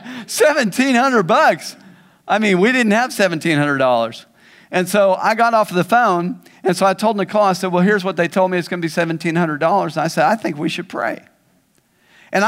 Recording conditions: large echoing room